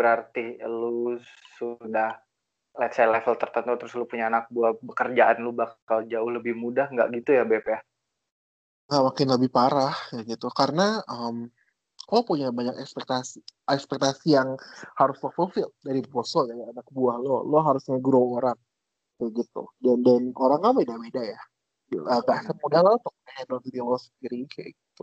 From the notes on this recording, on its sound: Terribly sorry for rubbish sound quality but hey this is the first episode right.